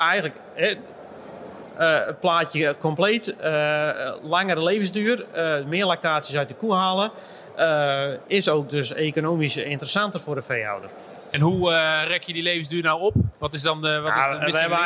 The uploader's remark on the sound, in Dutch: Tijdens een live-podcast op de RMV in Gorinchem.